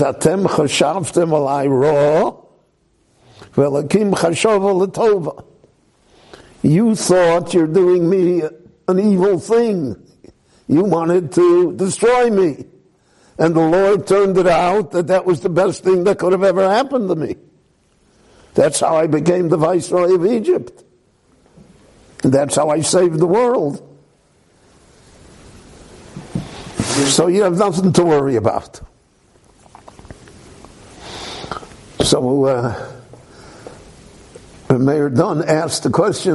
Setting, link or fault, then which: setting, large echoing room